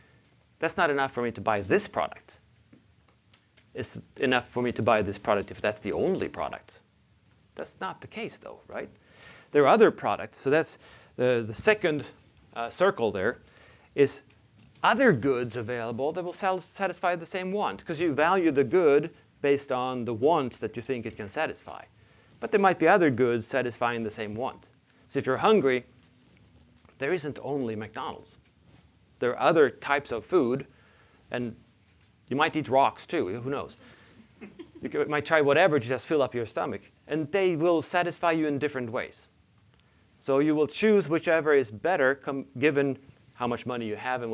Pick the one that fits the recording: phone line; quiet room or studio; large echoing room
large echoing room